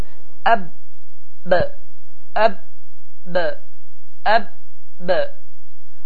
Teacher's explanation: ərəb dində olan bə hərfinin məxrəci zamanı, tələffüzü zamanı hava axını tamamilə dayanır.